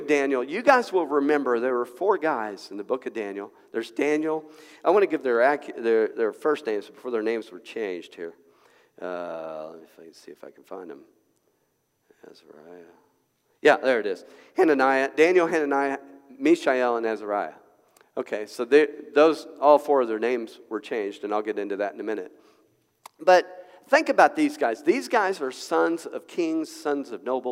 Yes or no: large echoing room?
yes